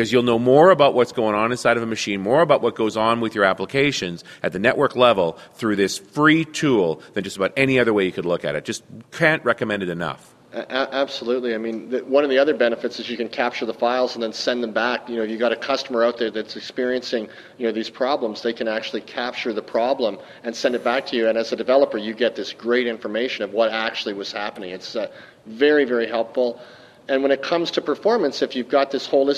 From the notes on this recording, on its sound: live from Dev Connections in Las Vegas